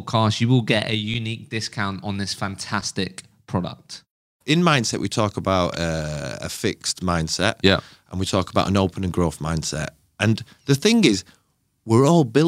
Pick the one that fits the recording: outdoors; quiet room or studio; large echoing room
quiet room or studio